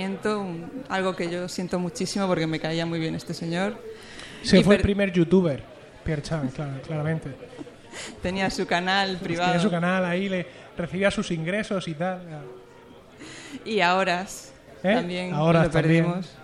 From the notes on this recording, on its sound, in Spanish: En directo desde Bharma. Gracias a las Jornadas de Podcasting 2014 un viejo sueño se ha cumplido, poder emitir un directo desde Bharma, el bar barcelonés ambientado en Lost.